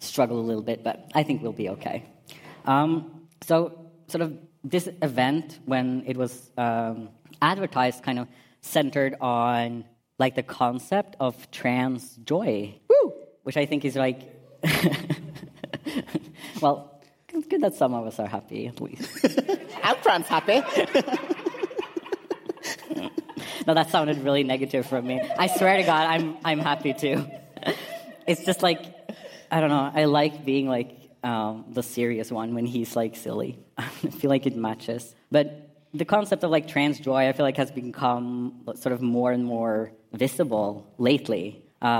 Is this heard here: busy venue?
yes